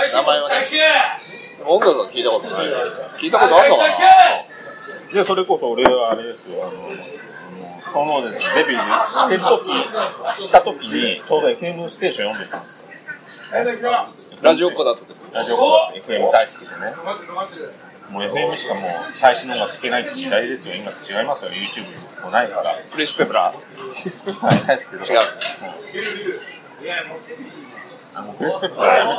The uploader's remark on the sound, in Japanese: 今回は立ち呑みいろはからライブ直後の録音です。